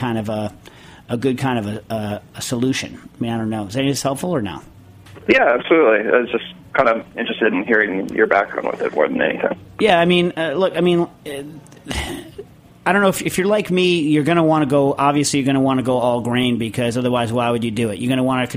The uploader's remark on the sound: joins this week by phone